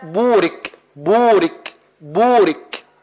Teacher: وفي الحرف المتحرك بالضم مثلا عند قولنا بو يخرج الحرف من مخرج الباء وهو الشفتين بالتباعد مع انضمامهما · Term: الحرف المضموم